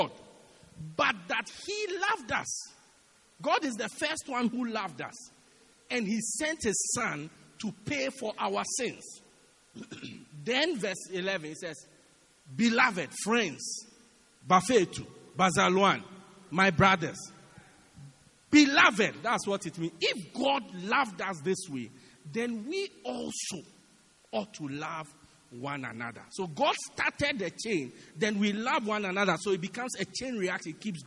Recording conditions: large echoing room